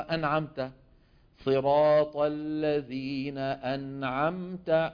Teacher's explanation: وتكون الغنة ناقصة في النون والميم الساكنتين المظهرتين